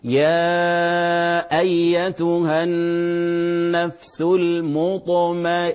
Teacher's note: النون المشددة كذلك تغن حركتين